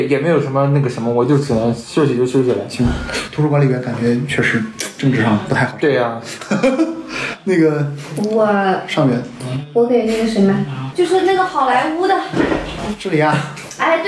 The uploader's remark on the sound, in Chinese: 因为这次跑团时录制的设备并不专业，再加上环境和大家散座的位置，音质会比较差，调试之后改善不大。